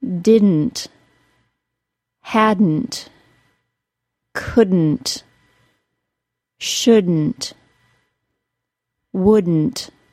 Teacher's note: Yep, those words go straight from a D sound to an N sound, and we say all of them with a nasal plosion. The D is not released as normal. It's released as the N sound.